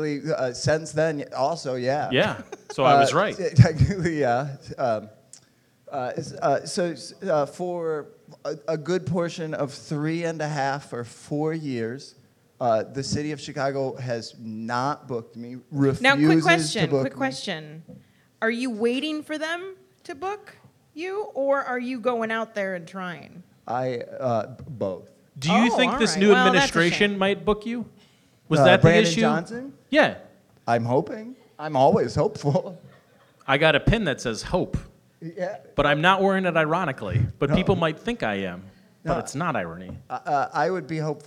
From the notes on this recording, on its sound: Live at The Whistler